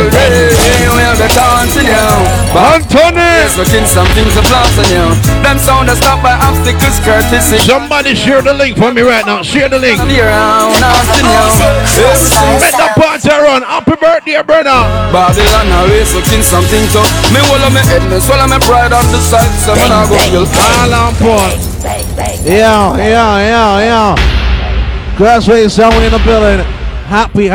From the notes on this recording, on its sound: Birthday Bash Live Audio (… Shellings).